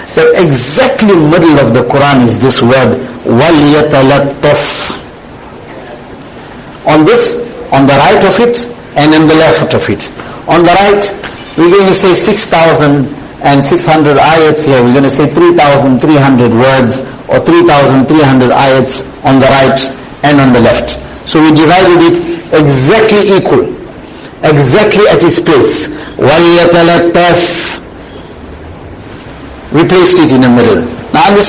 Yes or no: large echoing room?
yes